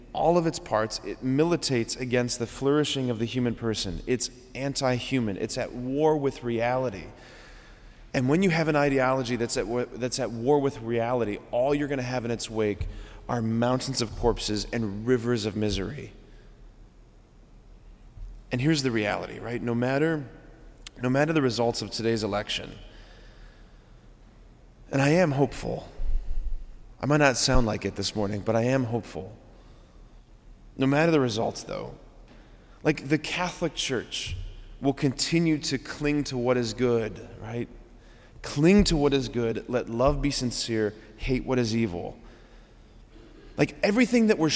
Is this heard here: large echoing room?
yes